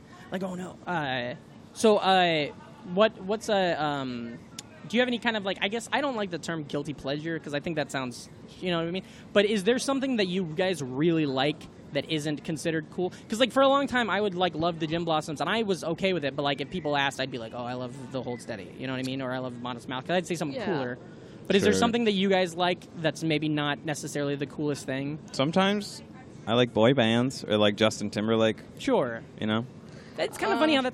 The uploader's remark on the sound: It was recorded LIVE from the patio of The Creek and The Cave in Long Island City, Queens!